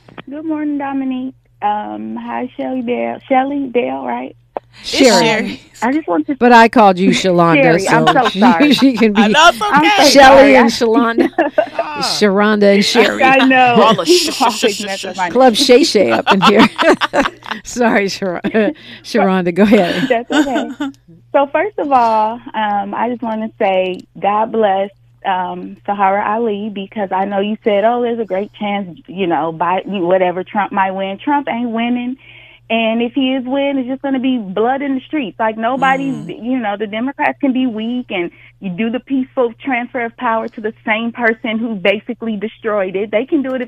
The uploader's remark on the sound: the phone lines are open